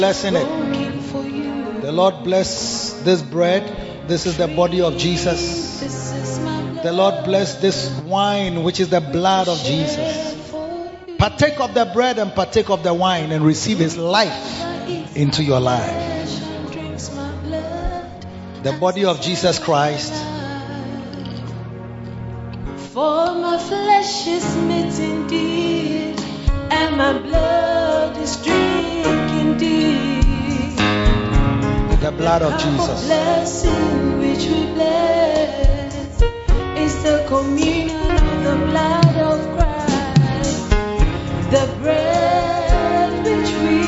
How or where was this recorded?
large echoing room